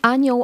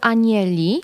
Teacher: Tutaj też mamy oboczność e do zera dźwięku, czyli mamy e przed l, i, a tutaj jeszcze coś innego, o do e, czyli przed ł pojawia się o, przed l pojawia się e